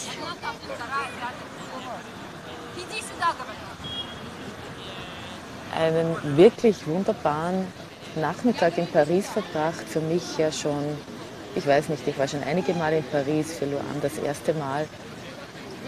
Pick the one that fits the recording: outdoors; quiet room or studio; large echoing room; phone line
outdoors